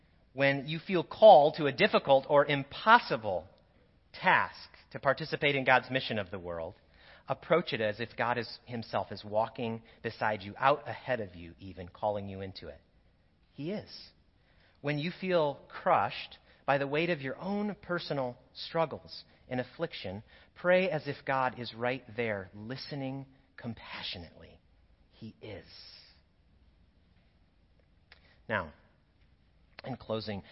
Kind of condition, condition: setting, large echoing room